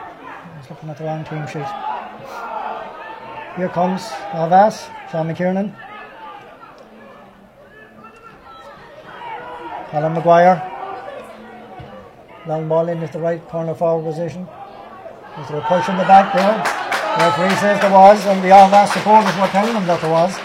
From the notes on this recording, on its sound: Live commentary from Avantmoney Pairc Sean MacDiarmada.